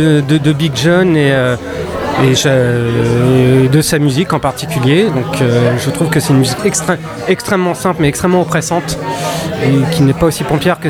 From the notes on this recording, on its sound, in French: Enregistré au Hurling pub (8 Rue Descartes, 75005 Paris), le samedi 27 Octobre 2018.